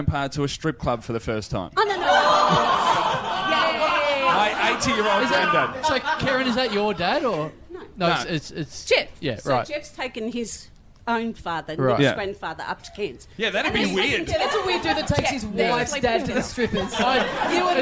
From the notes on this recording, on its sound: Recorded LIVE in the party room at Church st.